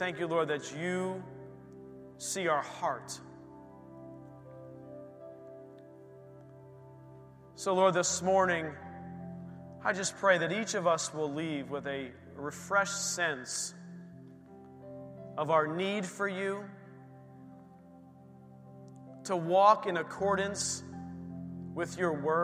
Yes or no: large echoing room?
yes